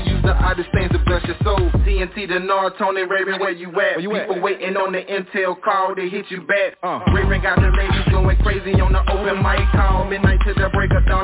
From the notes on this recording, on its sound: Conference Call